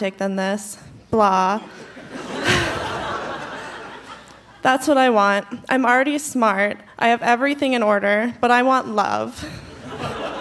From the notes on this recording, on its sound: Recorded live at the Park Theatre in Winnipeg.